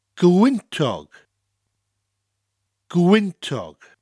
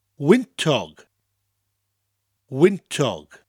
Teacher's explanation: To get the soft mutation, just drop the G so the word becomes wintog. · Shown in: second take